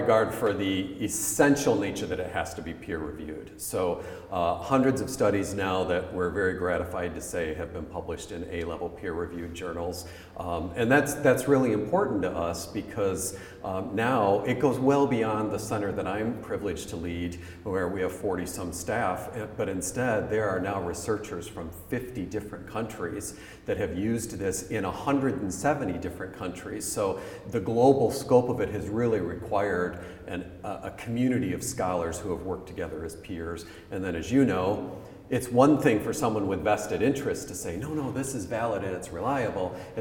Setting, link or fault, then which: setting, busy venue